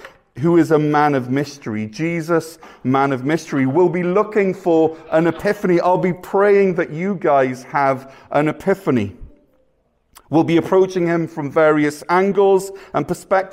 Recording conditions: live audience